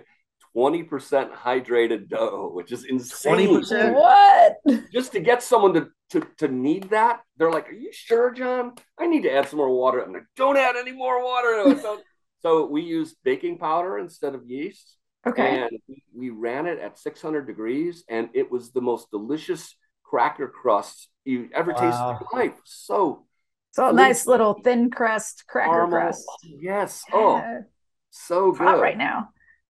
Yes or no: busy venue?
no